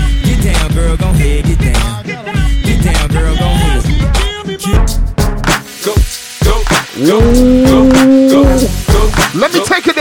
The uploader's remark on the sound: ZEN NIGHT CLUB-HAMILTON Z (LIVE AUDIO DIRTY). INSIDE ZEN NIGHTCLUB, HAMILTON ONTARIO.